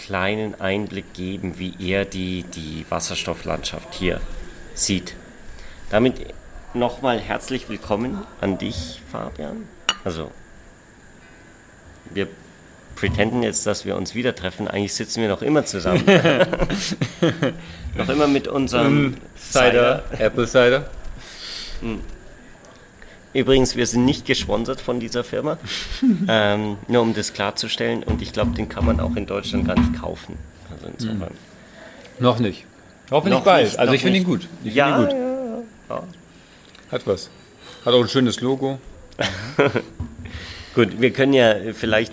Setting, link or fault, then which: setting, outdoors